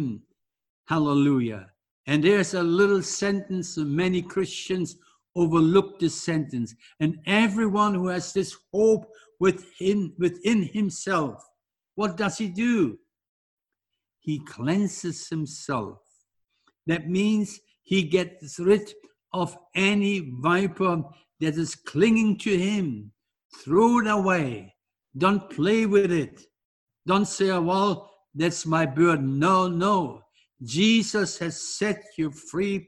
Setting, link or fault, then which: setting, large echoing room